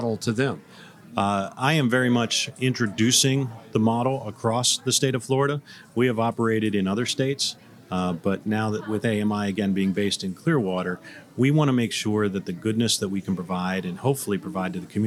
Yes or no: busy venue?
yes